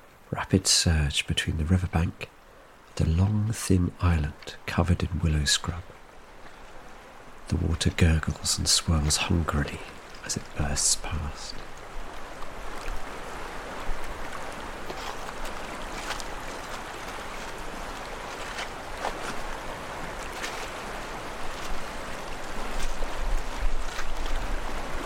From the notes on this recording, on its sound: You're walking along a stretch of shingle beside the River Usk in South Wales – the water has risen after recent rain and will son cover this little beach. Just upstream, rapids gurgle and swirl hungrily.